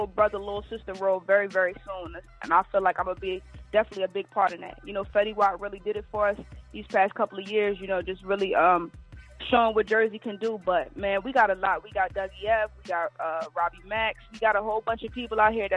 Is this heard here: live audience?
no